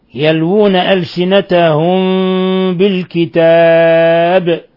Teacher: ميم ساكنة جاء بعد حرف الباء، الحكم التجويدي إخفاء شفوي